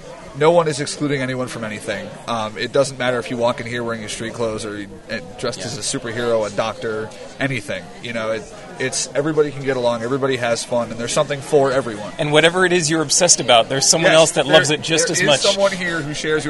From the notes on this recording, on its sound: A conversation with the guys from "Geeks With Issues" that was recorded at this year�s New York comic-con.